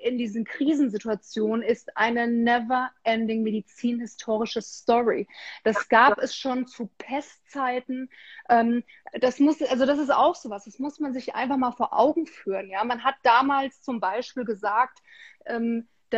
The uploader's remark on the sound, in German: Unser Gespräch wurde Ende Januar im Rahmen eines Instagram-Livevideos aufgezeichnet.